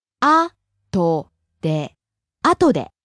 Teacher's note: Falling on the second syllable, と.